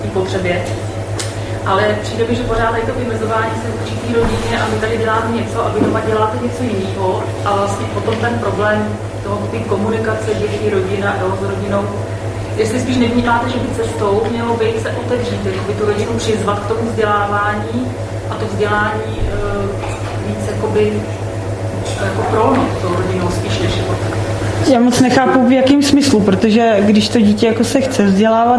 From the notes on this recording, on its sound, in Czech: jsme vystoupili v Divadle Pod čarou v Písku; publikum bylo dost různorodé